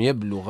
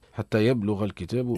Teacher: الباء ساكنة، ساكنة حكمها القلقلة